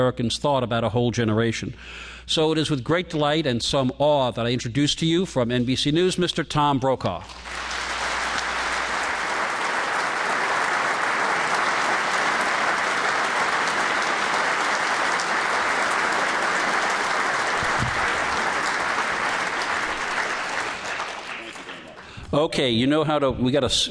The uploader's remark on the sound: In this episode of Live at the 92nd Street Y.